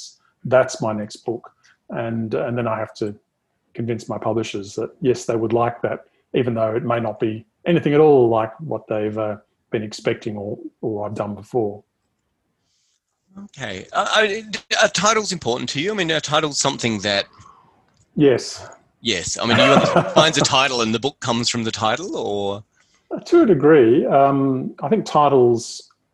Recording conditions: video call